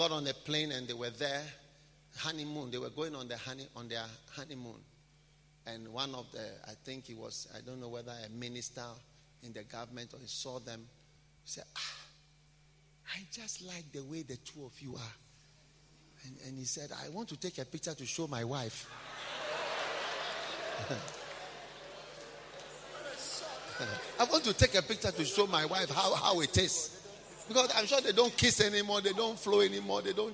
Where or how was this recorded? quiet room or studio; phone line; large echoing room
large echoing room